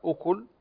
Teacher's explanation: عندنا كلمة أكل، هي ليست أكل إنما أكل، فتضم الشفتين عند الكاف لأن الكاف هنا مضموم